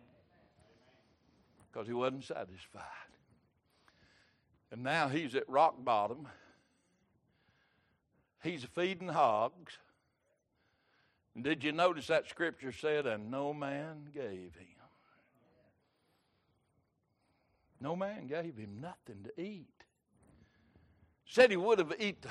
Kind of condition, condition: setting, large echoing room